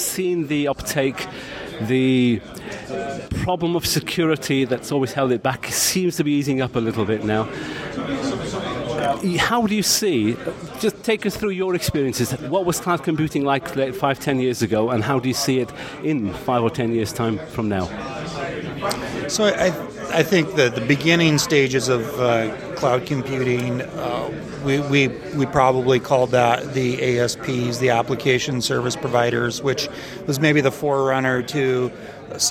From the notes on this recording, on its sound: recorded in London on 24th April during InfoSec 2013